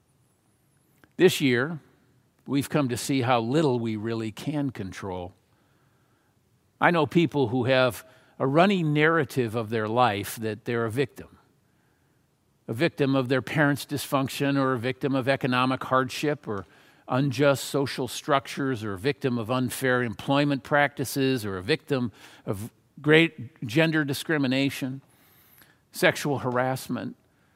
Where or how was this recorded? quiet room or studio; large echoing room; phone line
large echoing room